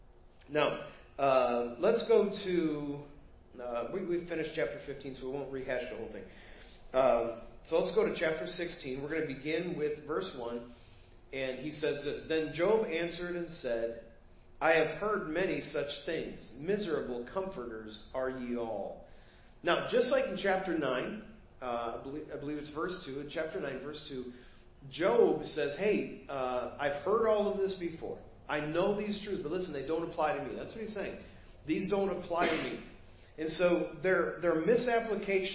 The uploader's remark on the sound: Preached at First Baptist Church of Hazel Park